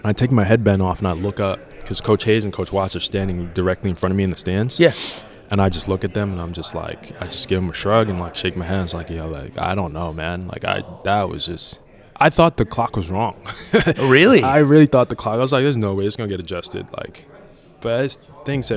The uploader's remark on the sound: LIVE from Las Vegas! Live from Caesars Palace in Las Vegas.